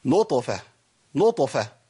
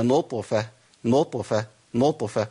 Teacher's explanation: اول خطا يقابلني هو المبالغه في القلقله عند نطق الطاء الساكنه · Shown in: first take